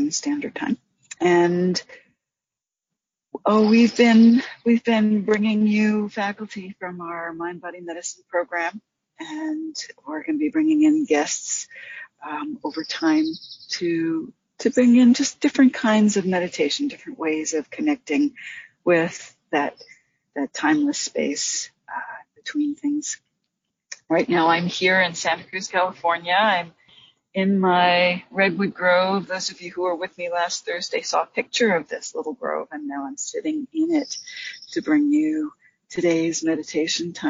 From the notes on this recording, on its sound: In this guided meditation led from the outdoor setting of majestic redwoods outside of Santa Cruz, California.